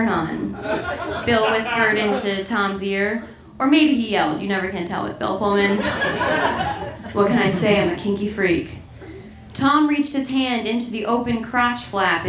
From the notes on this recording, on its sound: Recorded March 20, 2016 at The Virgil in Los Angeles